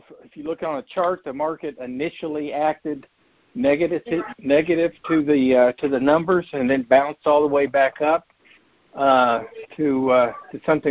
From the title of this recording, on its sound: Monthly Conference Call